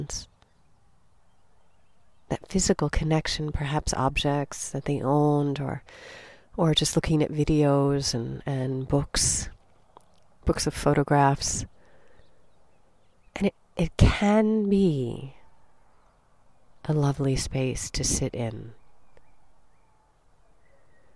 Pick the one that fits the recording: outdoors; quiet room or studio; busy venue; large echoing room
outdoors